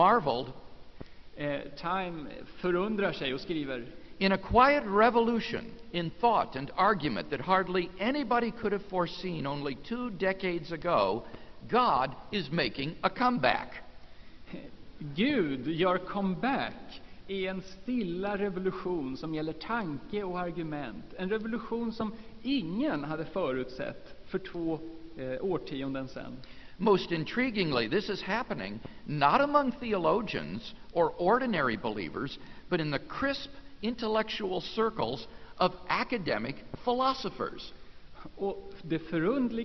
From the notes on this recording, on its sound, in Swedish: Inspelad i Saronkyrkan, Göteborg 1999-03-14.